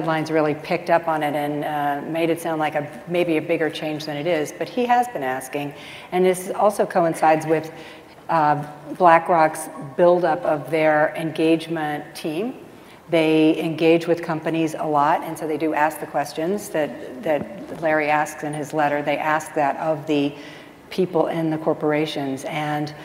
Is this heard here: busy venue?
yes